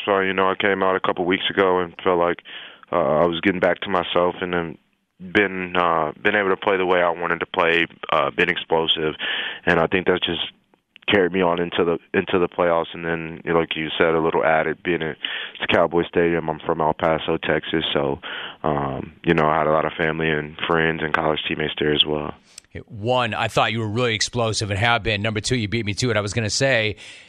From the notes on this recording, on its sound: Packers Fans Call.